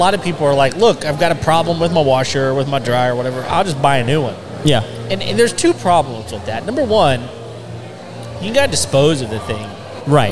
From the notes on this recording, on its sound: Live from Rowdy’s in Spring, TX with The Contractor’s Network. We had a chance to sit down with many business owners who are experts in their field.